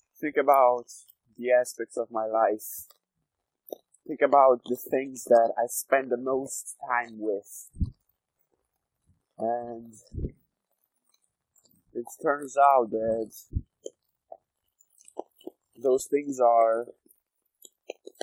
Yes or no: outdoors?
yes